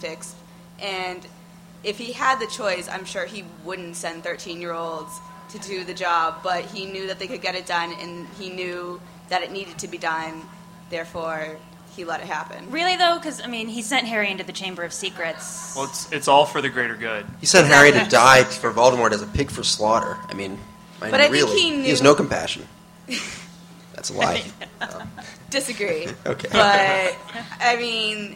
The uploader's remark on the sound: We are LIVE at MISTI-Con!